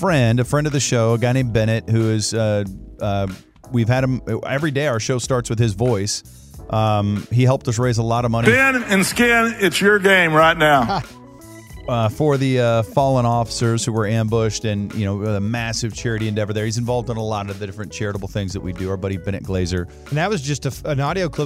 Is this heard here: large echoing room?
no